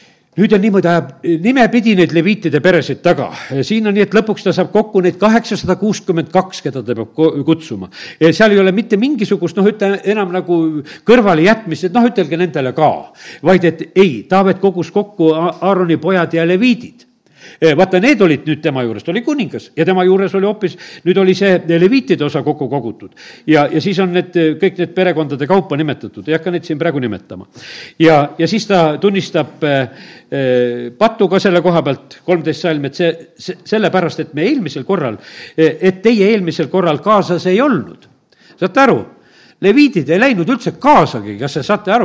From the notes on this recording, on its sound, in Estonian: Audio salvestus koosolekult